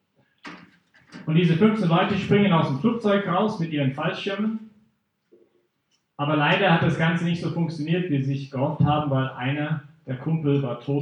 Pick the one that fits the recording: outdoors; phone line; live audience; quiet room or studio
live audience